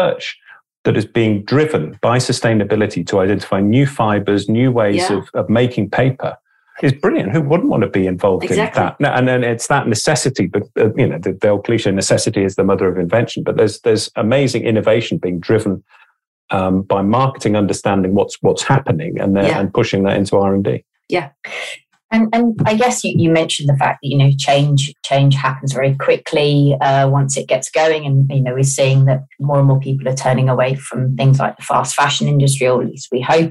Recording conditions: video call